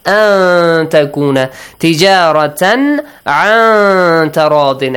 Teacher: So, illa an takuna. Here, nun sakin plus ta, you hide the sound of nun. Ikhfa of nun is applied.